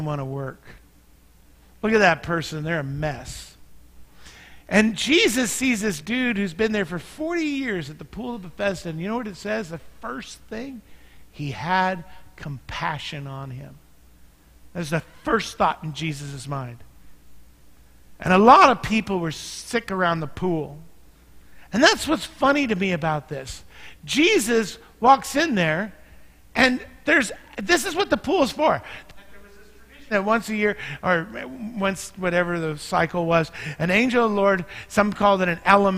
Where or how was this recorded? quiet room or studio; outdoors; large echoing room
large echoing room